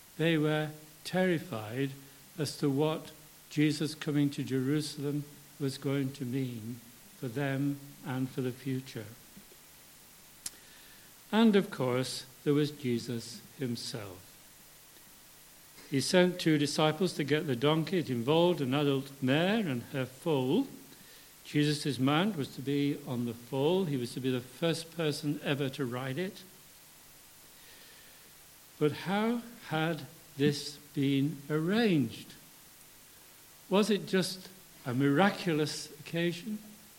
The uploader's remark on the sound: For our Palm Sunday Communion Service.